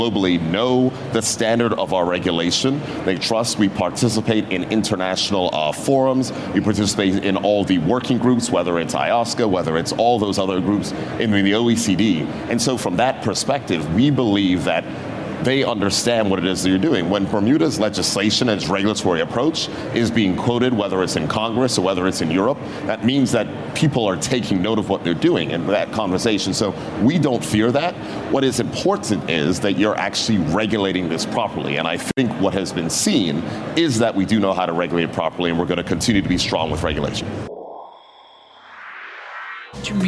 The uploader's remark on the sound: live at Consensus 2023 in Austin, Texas